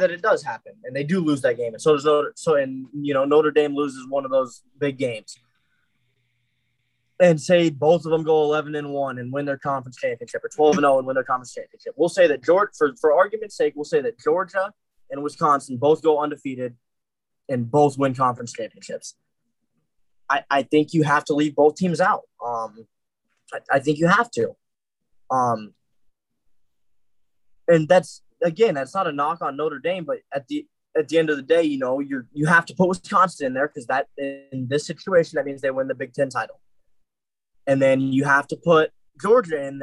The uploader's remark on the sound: Major internet problems